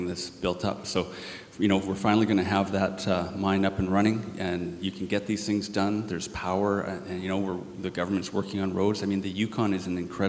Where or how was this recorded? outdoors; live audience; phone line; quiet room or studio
live audience